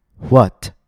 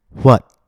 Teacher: Notice how I didn't release the air of my T. · Shown in: second take · That's because in American English, if a T comes before a consonant, an American will often replace the aspirated T, t, with what's called a glottal stop.